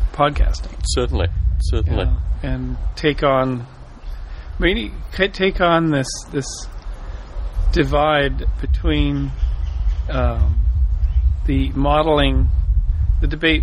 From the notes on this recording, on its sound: Morning Chat in Boulder Creek. There is a variety of background noise through this chat but it was the nature of the outdoor recording setting.